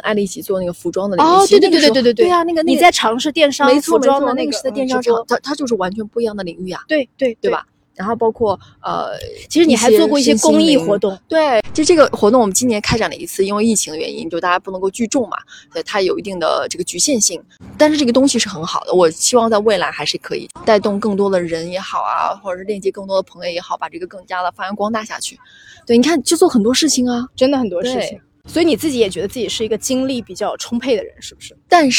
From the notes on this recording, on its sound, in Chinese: 本期录制在户外大草坪，和大家一起沐浴阳光感受微风